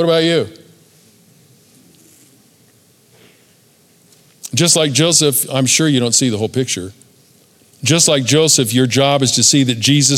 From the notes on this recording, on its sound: Recorded at Capital Church Meridian, Idaho